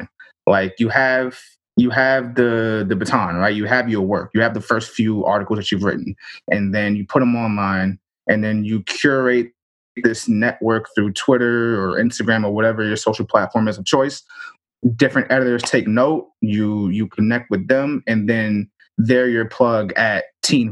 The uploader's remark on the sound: A live recording of Career Talk via Zoom.